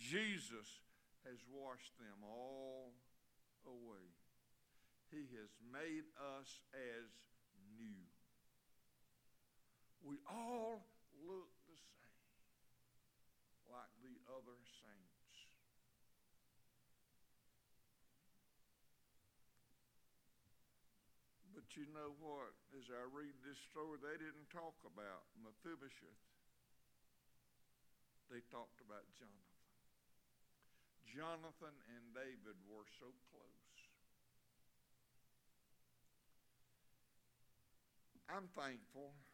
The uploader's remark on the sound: Sunday evening service. Liberty Baptist is a wonderful, growing, and encouraging body of believers just outside Tifton in the Harding community.